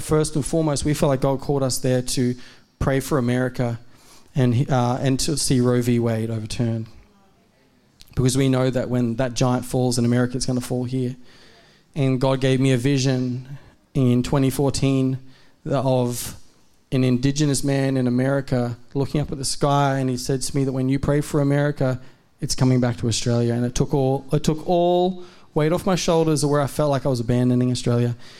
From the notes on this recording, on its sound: A message from Zion Church on Australia's Gold Coast. In Tallebudgera.